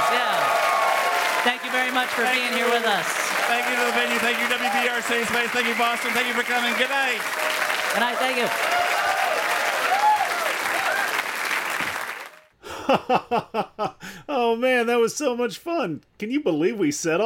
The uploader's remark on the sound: this live episode, taped at Boston's CitySpace